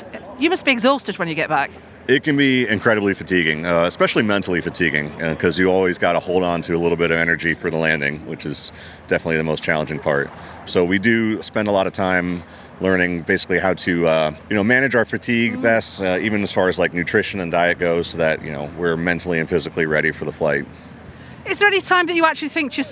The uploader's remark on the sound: at the Royal International Air Tattoo in July with a microphone